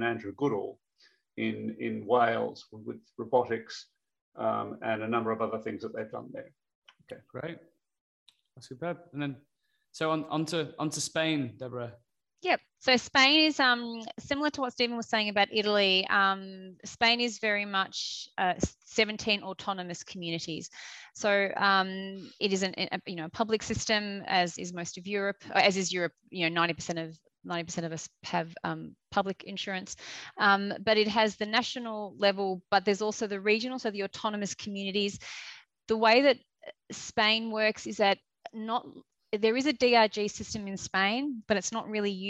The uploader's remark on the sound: In this live webinar, hosted by CM Medical.